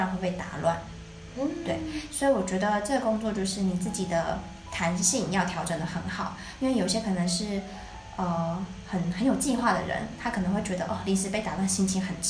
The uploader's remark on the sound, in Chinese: 本集因場地錄音關係，技術不夠成熟，些許回音或雜音， 已利用一些背景音樂遮掉請各位見諒